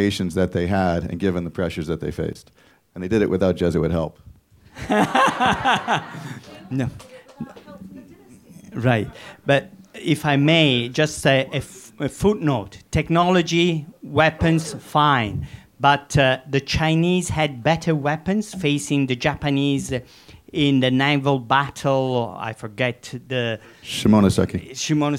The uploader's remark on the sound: In one of the last live events taped at the storied Bookworm in Beijing, which shut its doors this month, the Royal Asiatic Society of Beijing sponsored a debate.